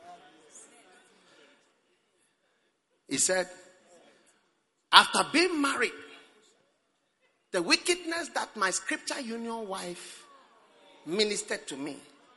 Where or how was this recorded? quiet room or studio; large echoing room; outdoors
large echoing room